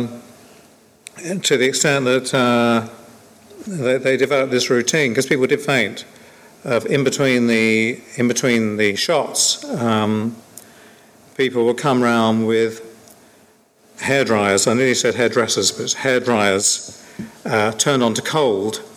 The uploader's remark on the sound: Hosting this Q&A panel at this years Scifi Wales event. Sit in front of an audience and chat.